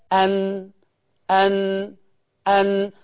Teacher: طرف اللسان ده، طرف اللسان ده لما يخبط في اللثه، يخبط في اللثه يديني مخرج النون، ولذلك قولوا معايا ان ان ان، هتلاقي طرف اللسان خبط في اللثه.